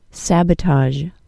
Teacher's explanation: Notice the short A sound in the first syllable and the Z-H sound at the end of this word.